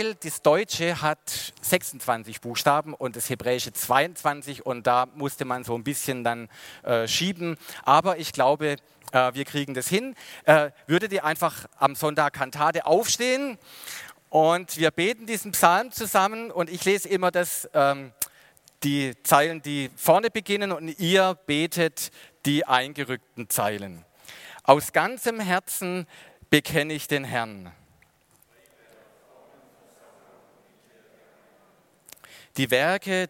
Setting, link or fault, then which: setting, large echoing room